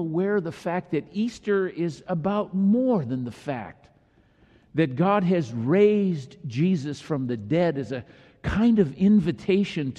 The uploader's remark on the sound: delivered during the Traditional Worship service.